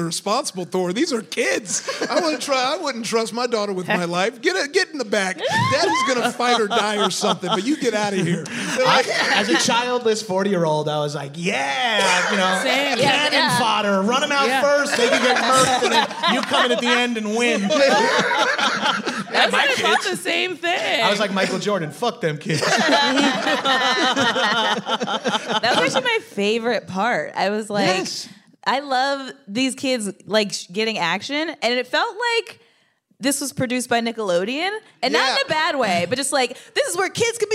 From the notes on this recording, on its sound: Live at Comic Con. Ok, wow, it’s Headgum’s first ever Comic-Con live event! This special bonus episode taped live at San Diego Comic-Con.